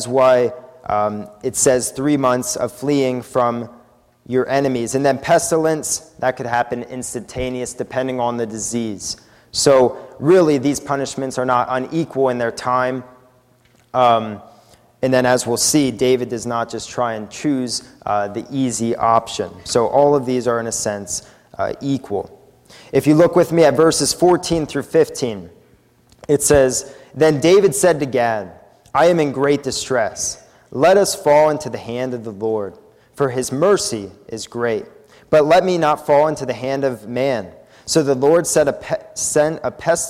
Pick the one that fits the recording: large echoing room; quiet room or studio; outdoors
large echoing room